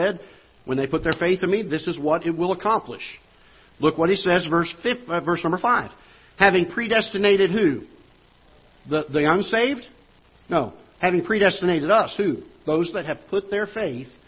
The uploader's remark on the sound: Ketha Heights Baptist Church ~ Live Broadcast